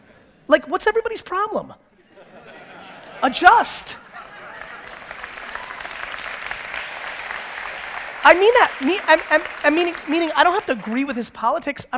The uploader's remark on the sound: This episode is from a keynote I gave in Ontario back in 2017.